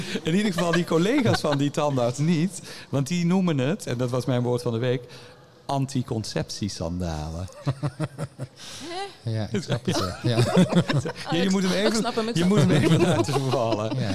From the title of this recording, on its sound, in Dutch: Live in de LocHal